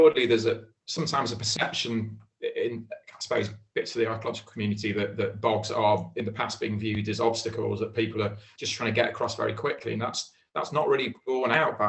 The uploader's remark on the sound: joined for a Zoom chat